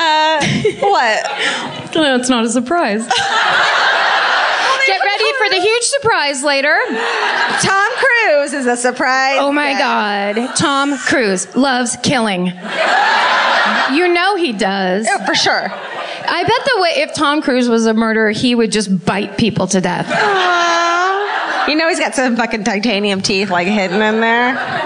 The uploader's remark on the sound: Live at The Bell House. On a live episode of My Favorite Murder in Brooklyn.